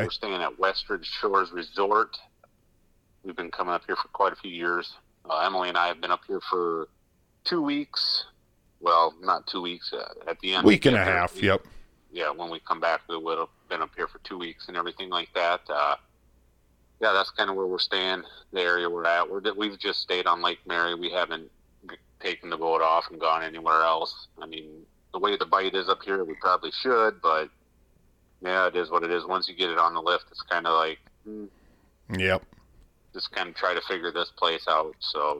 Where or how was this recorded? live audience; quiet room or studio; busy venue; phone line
phone line